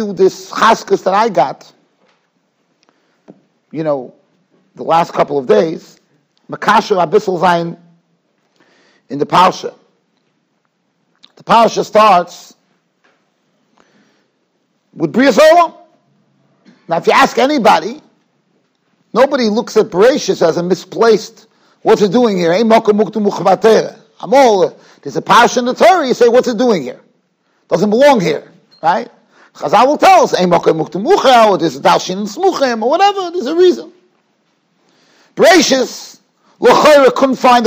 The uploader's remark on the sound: Shiur recorded in Yeshivas Ohr Reuven, Monsey, NY.